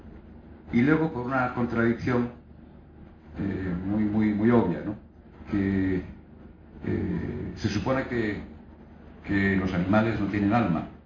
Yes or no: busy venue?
yes